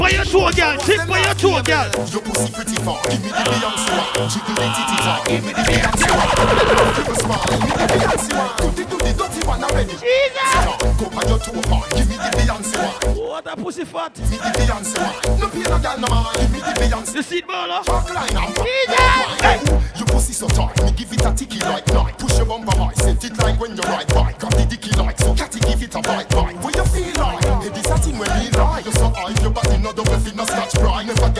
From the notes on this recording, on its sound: Sexy Boots Affair "Grown & Sexy" Live in LA